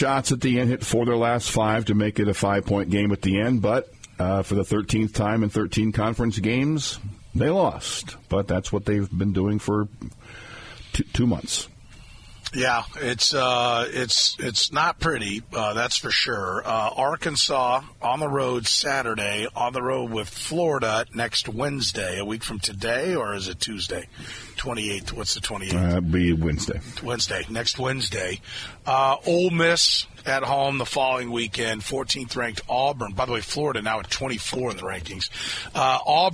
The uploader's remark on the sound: Listener Calls. Then we took some calls before getting some Royals audio.